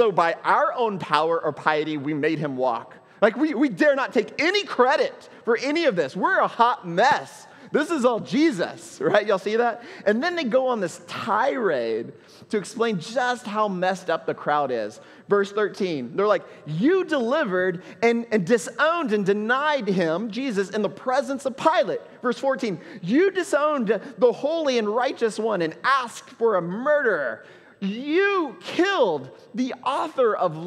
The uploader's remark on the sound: at Trinity Church, Puerto Rico